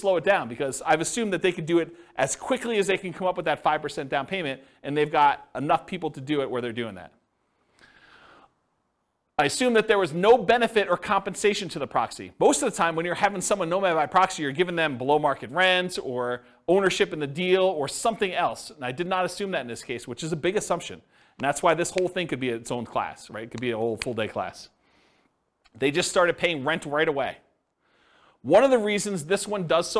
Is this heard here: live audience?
yes